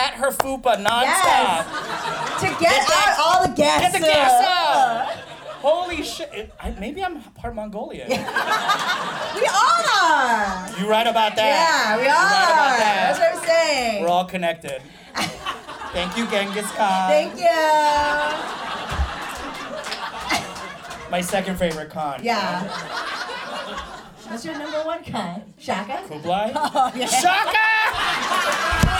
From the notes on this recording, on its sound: It's the first ever LIVE Ajumma Show taped in front of a sold out audience at the Steppenwolf Theater in Chicago.